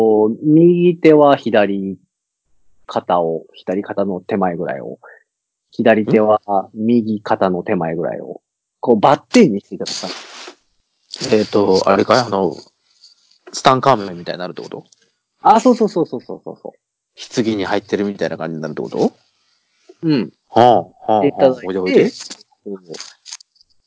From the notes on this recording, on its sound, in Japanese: 久しぶりにSkype収録となっております。音質申し訳ない。